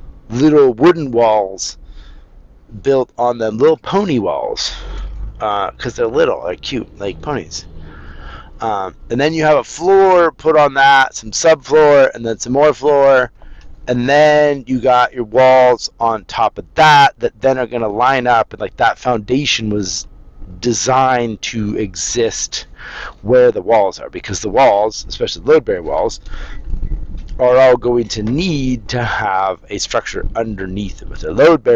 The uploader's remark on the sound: now I'm back to rambling in my car